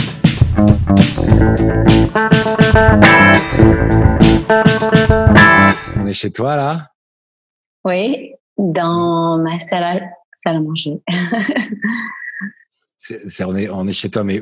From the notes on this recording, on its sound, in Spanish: En Zoom